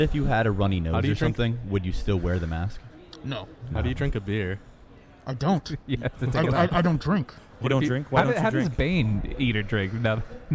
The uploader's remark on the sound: We broadcast live from TerrorCon Rhode Island!